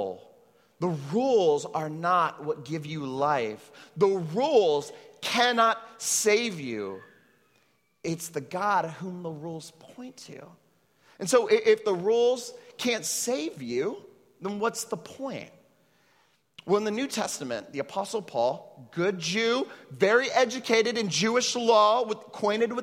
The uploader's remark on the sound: at Trinity Church, Puerto Rico